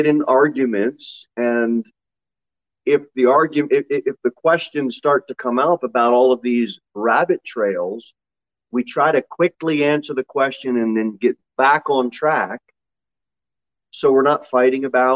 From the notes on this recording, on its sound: Sermon delivered at Pilgrim Baptist Church on Thursday, April 28, 2022 at 6 pm.